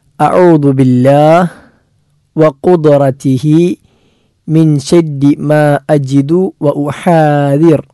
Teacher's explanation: അഊ എന്ന ഐന് തൊണ്ടയുടെ മധ്യഭാഗത്ത് നിന്നാണ്, ആദ്യത്തെ ഹംസ തൊണ്ടയുടെ താഴ്ഭാഗത്ത് നിന്നാണ്.